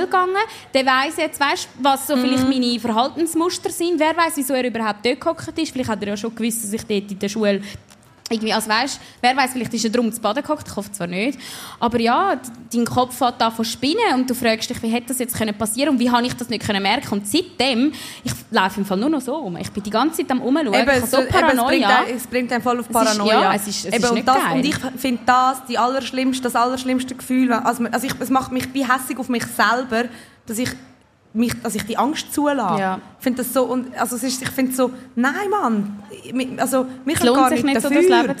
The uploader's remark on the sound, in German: Diese Folge ist an einem speziellen Ort entstanden; statt auf der Frauentoilette, sitzen die zwei im Jelmoli Schaufenster in Zürich und wurden von einigen Thronis gar live beobachtet.